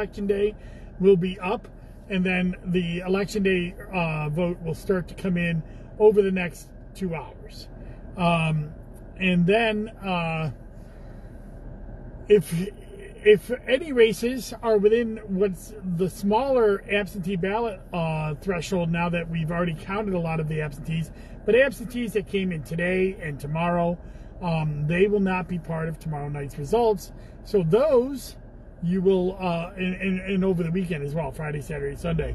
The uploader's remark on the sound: Commissioner in a Car